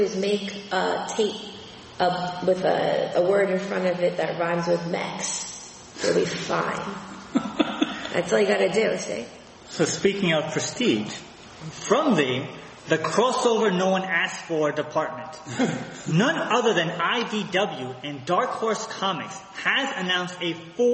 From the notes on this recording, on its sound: At our 69th Live show (courtesy of the East Meadow Public Library)